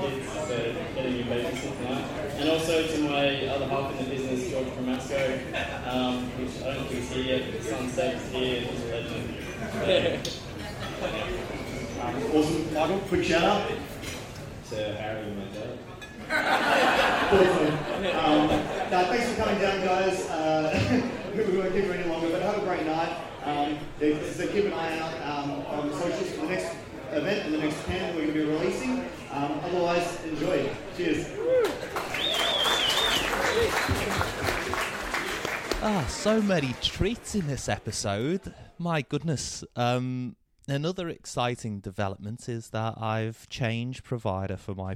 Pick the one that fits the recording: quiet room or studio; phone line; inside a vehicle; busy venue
busy venue